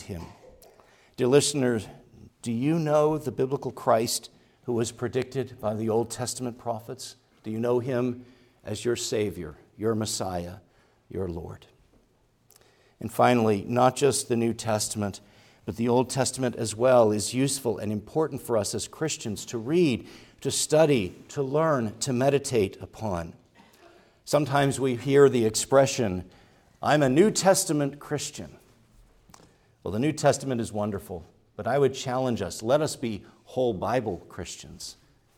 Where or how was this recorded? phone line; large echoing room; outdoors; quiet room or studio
large echoing room